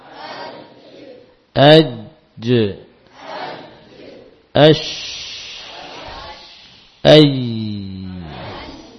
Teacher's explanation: tiga huruf ini memang keluar dari tengah tengah lisan yang menempel atau mendekati langit-langit · Term: tengah-tengah lidah